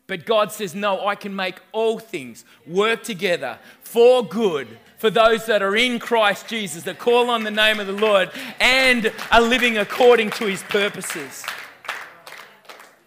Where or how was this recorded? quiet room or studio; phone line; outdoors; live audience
live audience